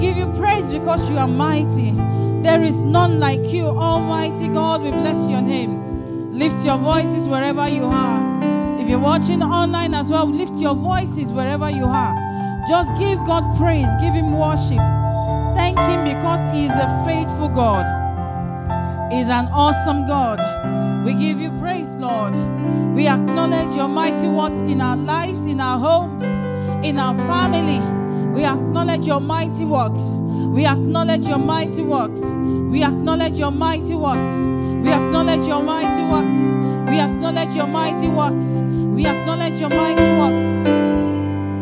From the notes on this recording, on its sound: at the 5 Sundays Turnaround Power of Prayer Service held at Royal Grace Chapel on 14th January 2024